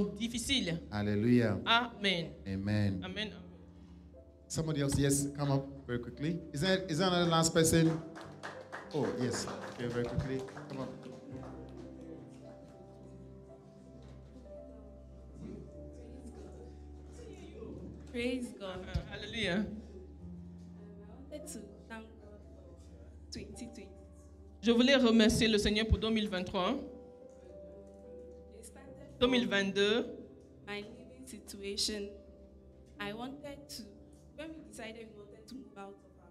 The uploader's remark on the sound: Preached during Joyful Hour Sunday Service